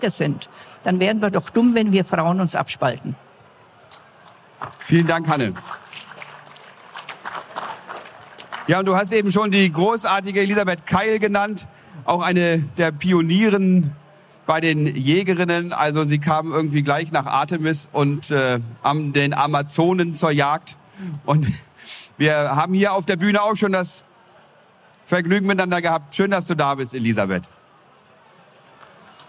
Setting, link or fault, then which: setting, busy venue